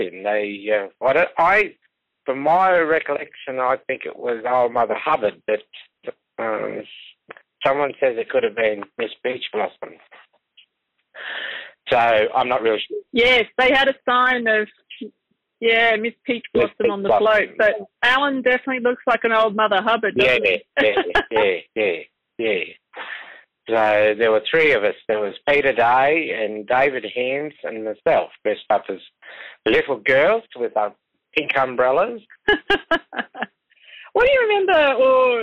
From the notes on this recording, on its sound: over the phone